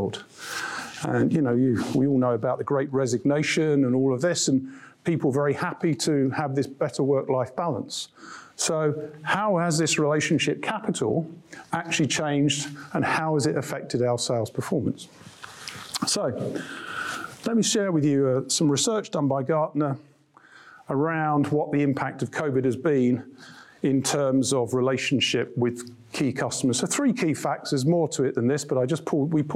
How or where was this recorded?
live audience